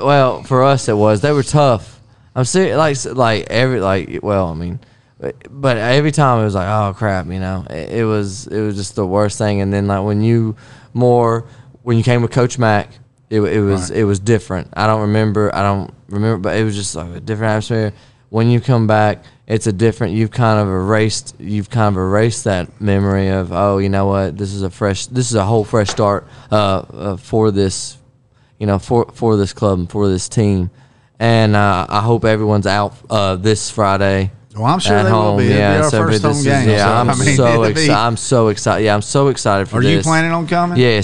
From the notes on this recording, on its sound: We're live at Barrel House BBQ